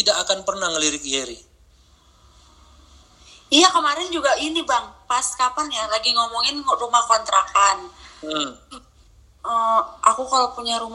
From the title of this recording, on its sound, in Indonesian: Gmeet Malam Minggu